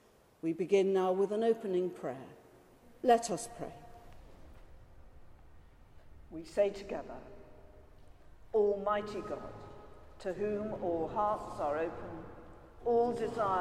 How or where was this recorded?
large echoing room